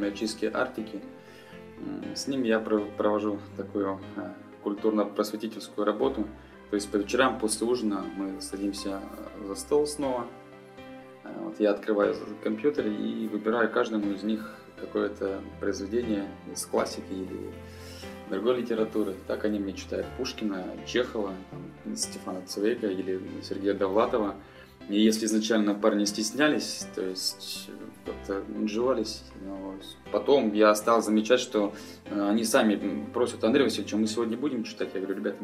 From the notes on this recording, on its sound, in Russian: И снова у нас необычный выпуск, записанный на диктофон в 500-ах милях от Северного полюса за далекой 80-ой параллелью.